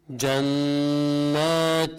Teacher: النون المشدده قلنا دايما بيكون في عليها غنه حركتين